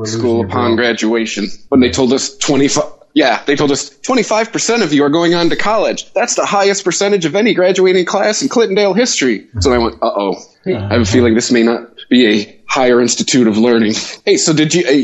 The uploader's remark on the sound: We apologize for the audio quality of this episode.